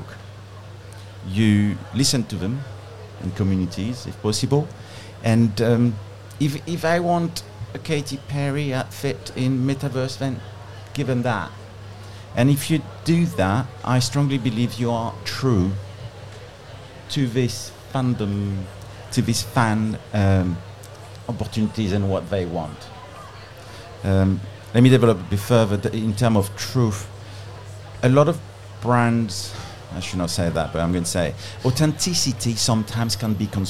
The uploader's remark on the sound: Cannes Lions 2022 Special. Headed to La Croisette. Recorded to a live audience at the beautiful and sustainable #HavasCafe.